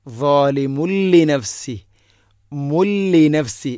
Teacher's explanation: ഇനി ളാലിമുൻ എന്ന മീമിൻ്റെ മുകളിൽ തൻവീൻ, ശേഷം ലാം ഇദ്ഗാം ബിലാഗുന്ന, തൻവീന് ശേഷം ലാം വന്നാൽ ഇദ്ഗാമും ബിലാഗുന്ന, മണിക്കാതെ കൂട്ടിലയിപ്പിക്കണം. തൻവീനിനെ ലാമിലേക്ക് കൂട്ടിലയിപ്പിക്കുമ്പോൾ തൻവീനിൻ്റെ ശബ്ദം ഉണ്ടാവരുത്. ളാലിമുല്ലിനഫ്സി, മുല്ലിനഫ്സി, മീമിന് ലൊമ്മിട്ടാൽ എങ്ങനെയാണോ വായിക്കുക ആ ശബ്ദമാണ് വേണ്ടത്.